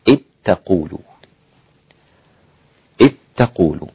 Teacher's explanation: والإدغام كامل يعني الذال أدغمت في التاء فلا وجود للذال تماما، لا تحاول أن تأتي بها في القراءة.